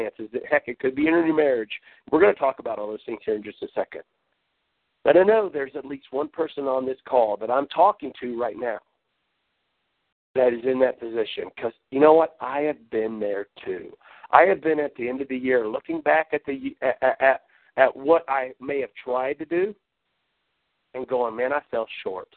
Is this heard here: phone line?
yes